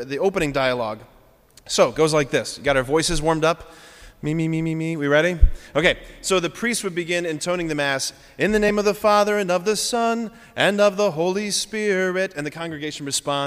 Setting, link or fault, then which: setting, large echoing room